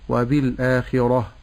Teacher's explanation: عندما أقف على التاء في الآخرة فأقف بإبدالها هاء، فأقول وبالآخرة.